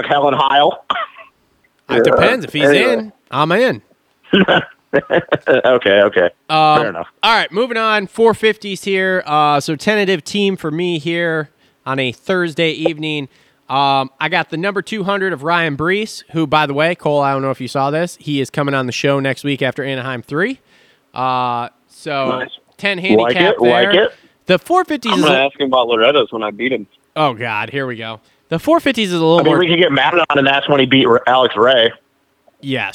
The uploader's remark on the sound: get on the phone